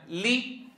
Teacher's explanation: ثم أشبعت هذه الكسرة لي، تصورت منها الياء